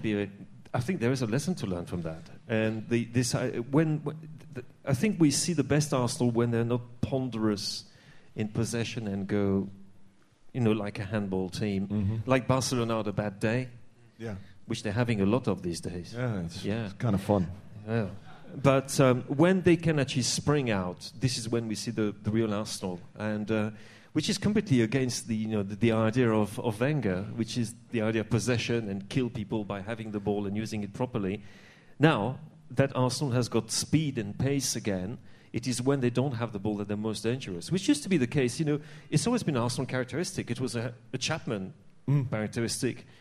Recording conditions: live audience